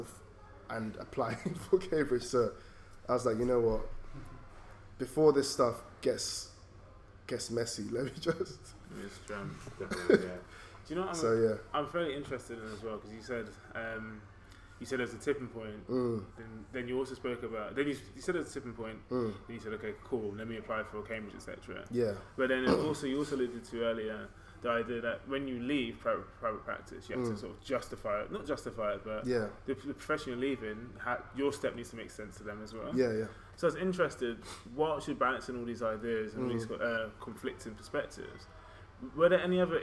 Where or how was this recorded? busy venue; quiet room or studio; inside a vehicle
busy venue